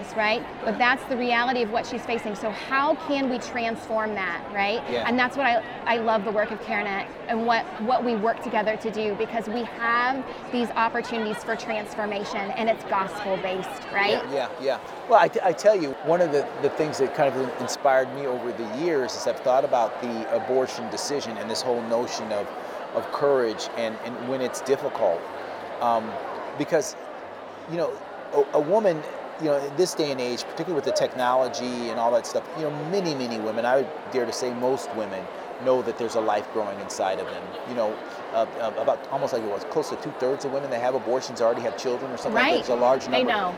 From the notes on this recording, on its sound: This special episode of CareCast was recorded live at Care Net's 2023 National Conference in Mobile, Alabama.